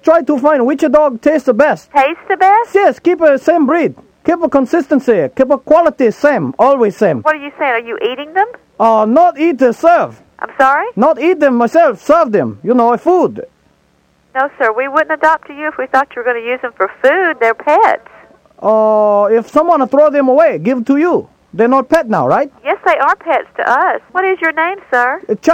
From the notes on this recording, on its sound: Prank Phone Calls